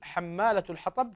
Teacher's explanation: فإن ورشا يضم حرف التاء من قول الله تعالى حمالة الحطب